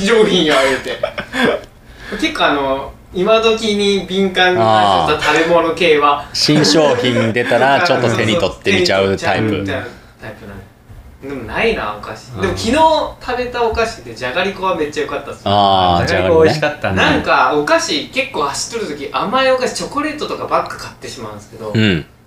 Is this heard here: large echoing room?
no